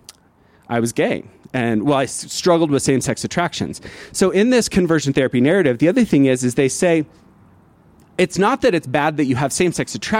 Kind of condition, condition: setting, outdoors